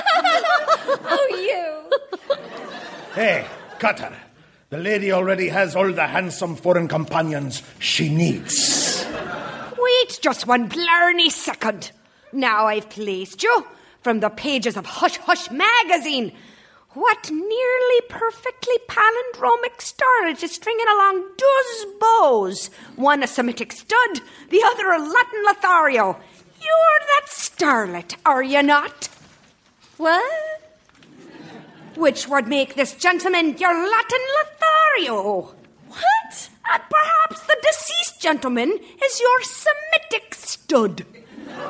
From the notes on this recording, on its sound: Recorded Live 1/10/2014 at Largo, Los Angeles.